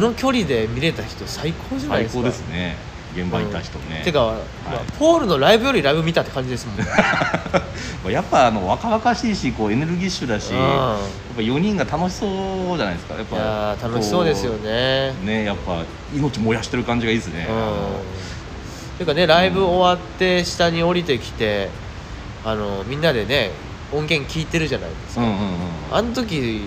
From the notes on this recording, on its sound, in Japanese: 野外でこのPodcastを収録しました。映画館で『Get Back』を見た直後で野外収録！